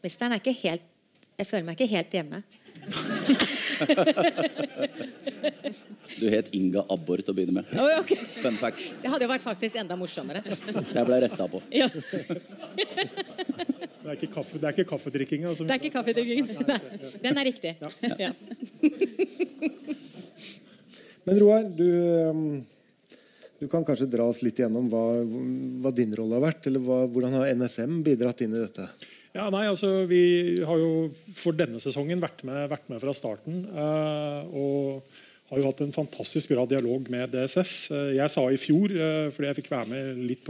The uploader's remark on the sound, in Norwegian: Live fra regjeringskvartalet. Live fagprat fra lyttelunsj i regjeringskvartalet.